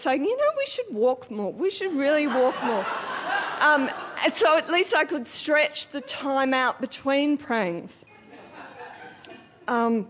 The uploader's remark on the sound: Recorded live at the Arthouse Hotel, Sydney.